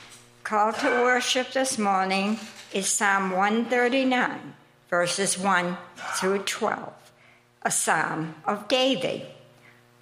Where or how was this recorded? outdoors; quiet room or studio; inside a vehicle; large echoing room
large echoing room